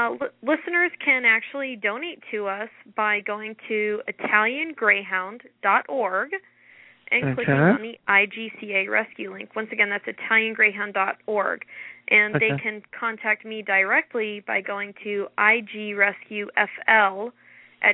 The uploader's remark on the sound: takes your calls live